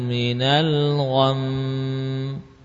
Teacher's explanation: Jadi bukan panjang ghainnya, yang panjang suara gunnahnya al-gham